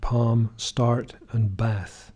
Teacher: in America, then, we have three different vowels there in palm, start, and bath.